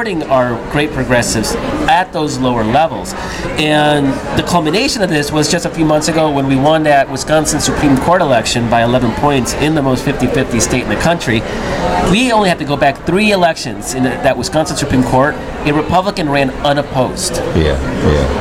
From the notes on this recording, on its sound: Live from Chicago, at the 17th Annual Netroots Nation